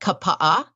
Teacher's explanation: you don't put uh, vowels together into a blurred sound. Each one is pronounced.